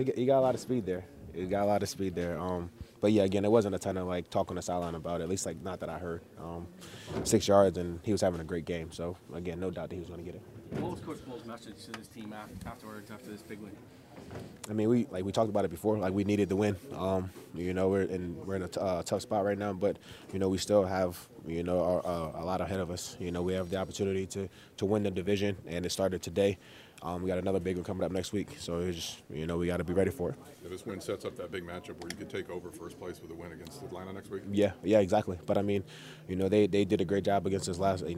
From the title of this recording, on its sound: Press Conference